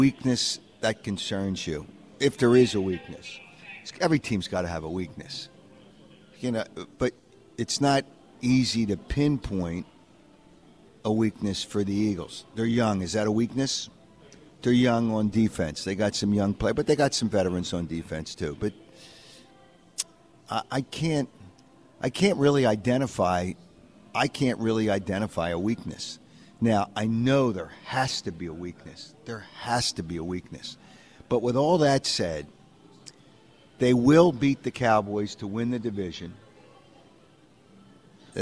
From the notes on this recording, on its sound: Live from the Borgata